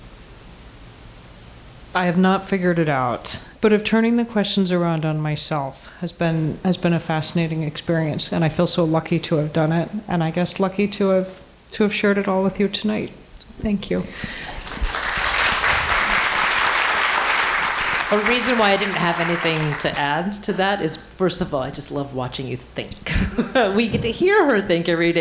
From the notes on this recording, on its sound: live at the Brattle Theatre in Cambridge, Mass.